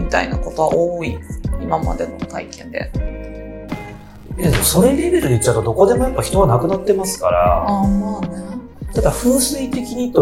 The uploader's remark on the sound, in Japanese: なぜか音声にノイズがはいっております